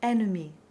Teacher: Back in the 16th century, they would have said ennemi, but since the 17th century, this word no longer has the nasal at the beginning. It's just ennemi.